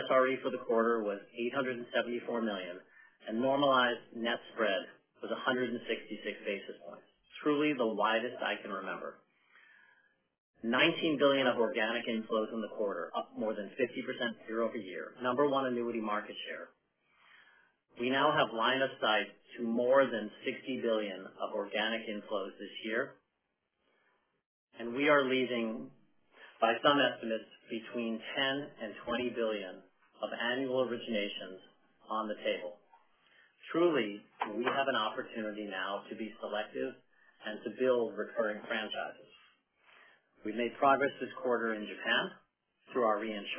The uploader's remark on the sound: Earnings Conference Call